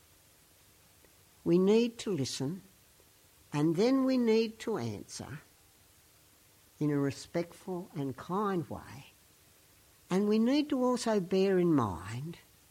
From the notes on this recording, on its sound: Weekly Sermon from St Peters East Lindfield